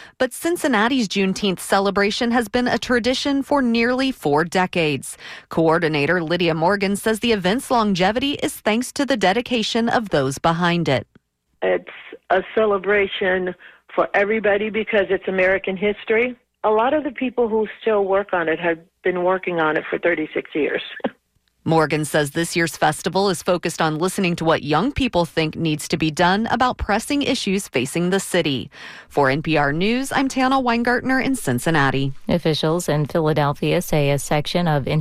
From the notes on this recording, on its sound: unique magazine format call-in show